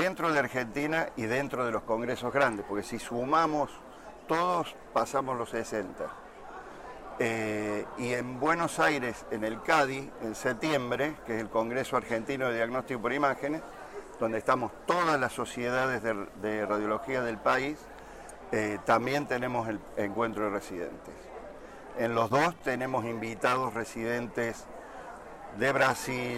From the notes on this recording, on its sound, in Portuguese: No episódio de estreia do Gera Highlights, gravado durante a 49ª Jornada Paulista de Radiologia, realizada em maio de 2019, em São Paulo.